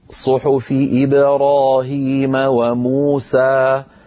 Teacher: موسى مو حركتين، سا حركتين